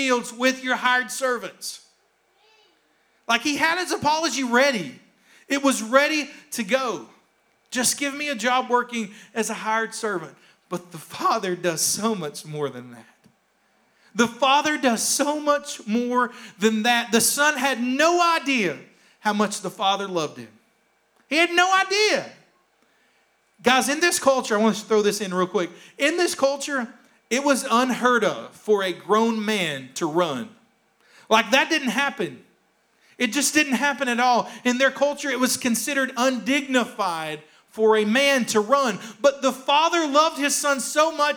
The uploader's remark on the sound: Here is a rebroadcast of our service from February 28th, 2021.